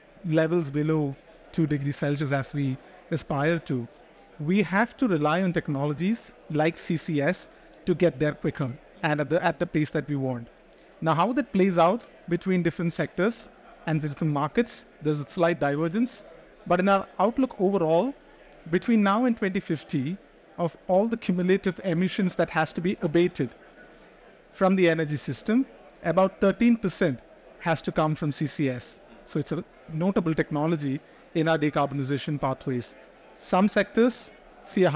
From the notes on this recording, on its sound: Recorded live at ADIPEC 2023